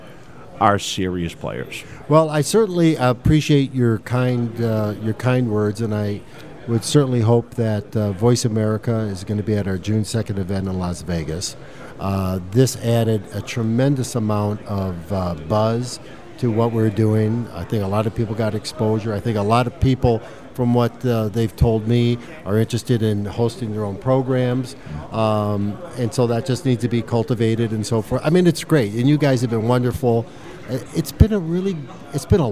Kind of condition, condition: setting, busy venue